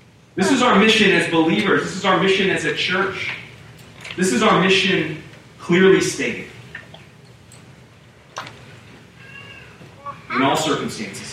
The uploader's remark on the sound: We apologize for the audio issues. Due to technical difficulties we were only able to offer the audio from the room.